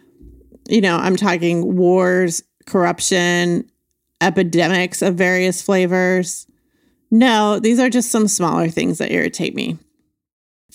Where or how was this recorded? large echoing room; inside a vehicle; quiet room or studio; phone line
quiet room or studio